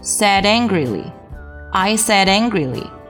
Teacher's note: said 和 angrily 要进行一个连读